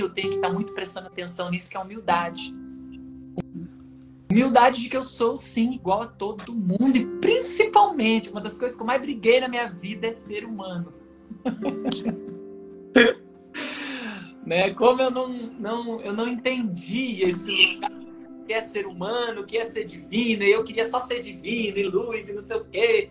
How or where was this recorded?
video call